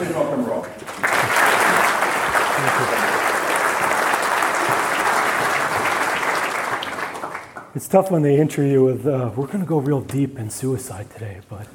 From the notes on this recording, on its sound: keynote from the MAINSTREAM conference in Melbourne, Australia